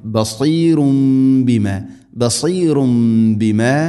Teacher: തൻവീന് ശേഷം ബ വന്നാൽ തൻവീനിനെ മീമാക്കി മാറ്റണം. ഇഖ്ലാബ് എന്ന് പറയും, മണിച്ചുകൊണ്ട് ഉച്ചരിക്കണം.